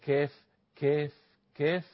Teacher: لولا الهمس والترقيق التسفل اللي في الكاف لكانت قاف